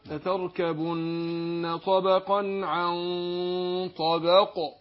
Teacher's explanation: العين مرققة وبعدين نروح داخل على تفخيم الايه الغنة بتاعت الاخفاء. فاقول ايه لتركبن طبقا عن مش عن، واروح يعني اسبق الاخفاء واروح واخد الايه ساحب العين معايا ترقيق العين كمان برضه ارقق العين وبعدين دخل ايه على تفخيم الغنة.